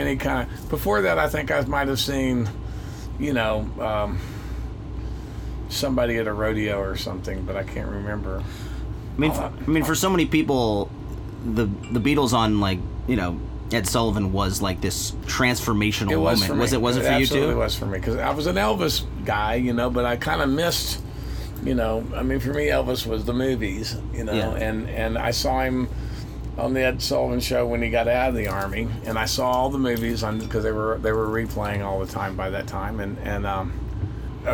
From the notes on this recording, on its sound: tour bus